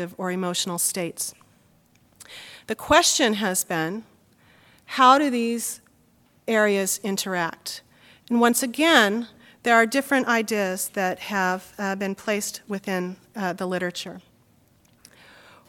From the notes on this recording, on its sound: Recording of a lecture delivered on September 6, 2007